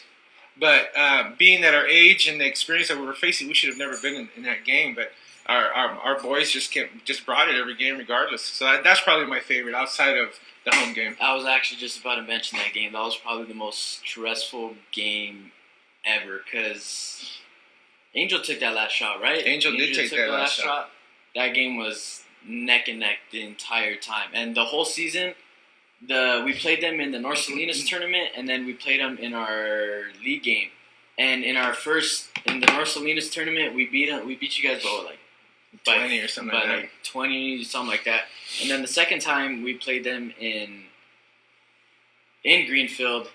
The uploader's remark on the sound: Sorry for the audio, we are beginners.